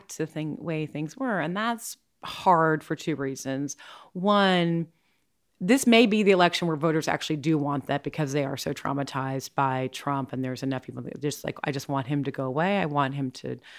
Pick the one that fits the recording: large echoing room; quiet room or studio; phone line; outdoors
quiet room or studio